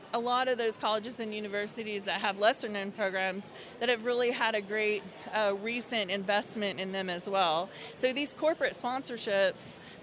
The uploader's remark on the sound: before the start of the 2019 TXMPA IMPACT awards